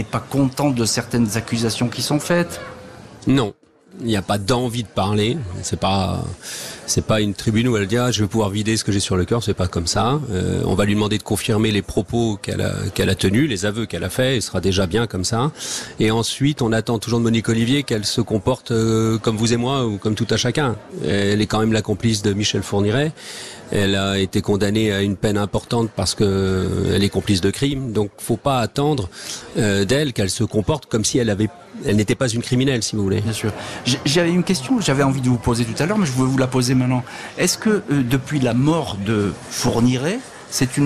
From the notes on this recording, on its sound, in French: En direct de la foire de Châlons-en-Champagne